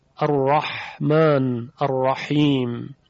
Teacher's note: در مورد حرف حا هم همین نظر رو دارد، منتها فرق عین و حا رو ایشون در این میداند که اون فاصله تارهای صوتی در حنجره در حرف حا کمتره، فلذا فشار حا بیشتره.